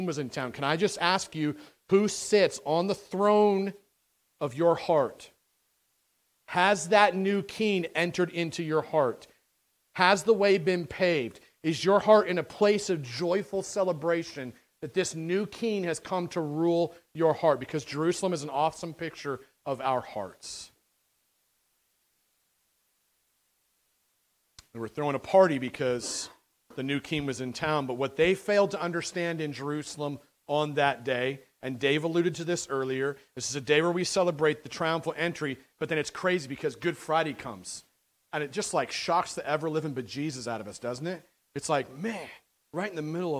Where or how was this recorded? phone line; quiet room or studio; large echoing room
large echoing room